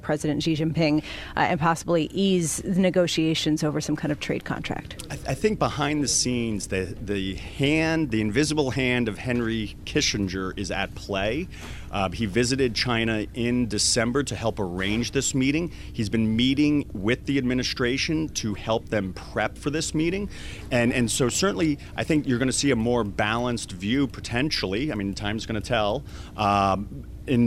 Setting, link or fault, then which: setting, busy venue